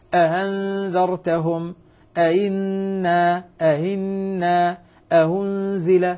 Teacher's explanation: فالآن أحقق الهمزة الأولى وأسهل الهمزة الثانية أأنذرتهم أئنا أهنزل هذا تسهيل.